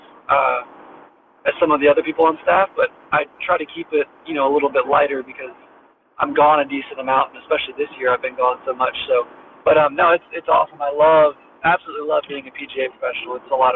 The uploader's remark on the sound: while he was driving to Kiawah